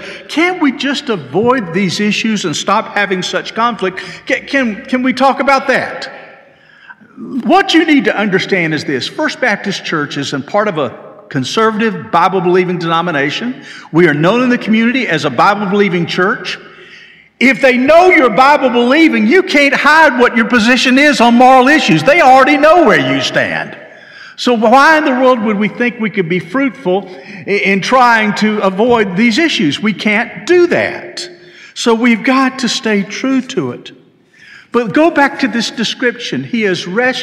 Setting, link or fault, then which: setting, large echoing room